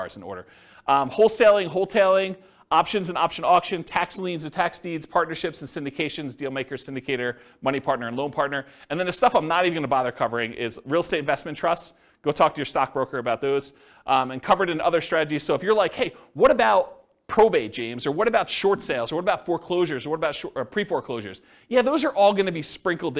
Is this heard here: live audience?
yes